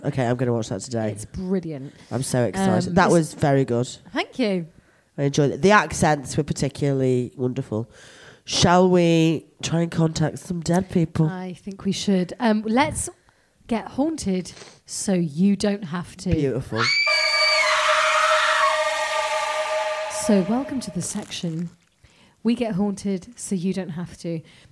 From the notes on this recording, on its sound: Recorded with prosecco at The Cavendish Arms in Stockwell.